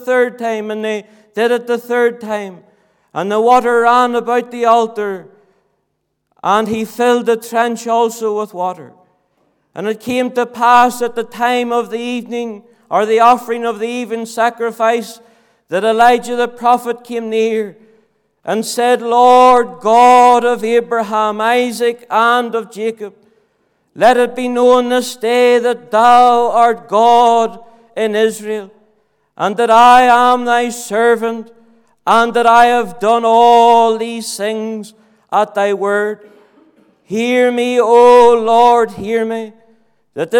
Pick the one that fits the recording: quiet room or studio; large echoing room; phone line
large echoing room